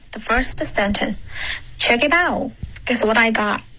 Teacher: out 结尾要有一个干脆的停顿